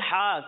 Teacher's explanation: جب ہم ہا کی ادائیگی کریں گے تو اسے حلق کے درمیانے حصے سے پڑھیں گے